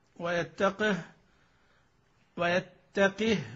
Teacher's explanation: بكسر القاف وإسكان الهاء في يتقه